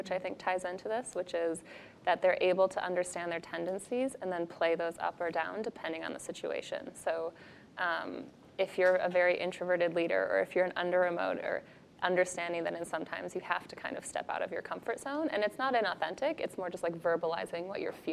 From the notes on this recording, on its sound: Next Big Idea Club event audio